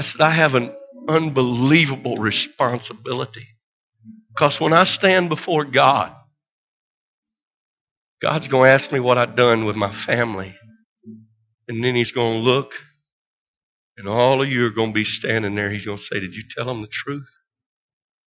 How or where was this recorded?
large echoing room